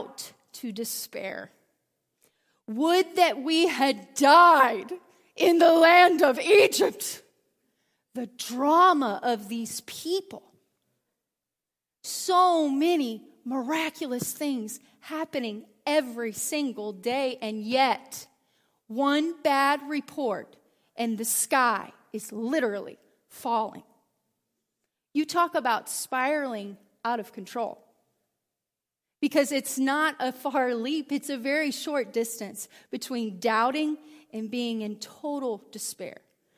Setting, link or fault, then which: setting, large echoing room